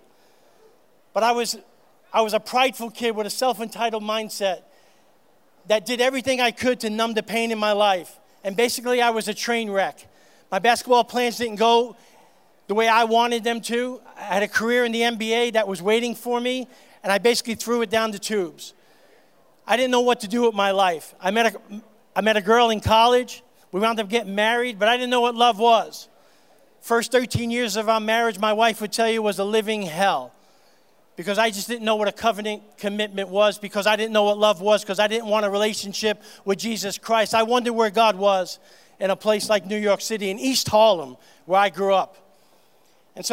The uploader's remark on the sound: on stage at GLORY - Santa Clarita's Christian Music Festival.